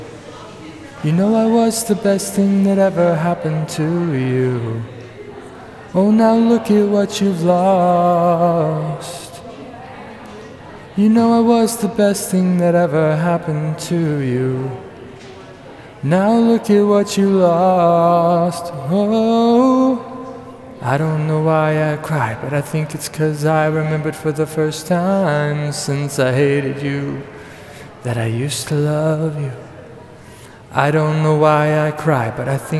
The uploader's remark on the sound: Naturally, my laptop has quit working properly, so I'm recording some covers in the local coffee shop.